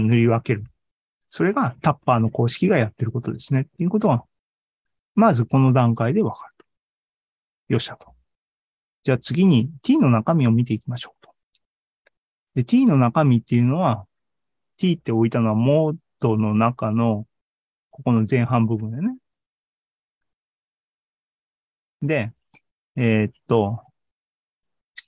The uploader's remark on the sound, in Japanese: ２０２２年１２月２１日に開催した ZOOMライブの模様です